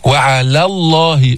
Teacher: فخمنا لام لفظ الجلالة لأنه سبقها فتح، مرة معنا لام لفظ الجلالة تغلظ إذا سبقها فتح أو ضم، وترقق إذا سبقت بكسر.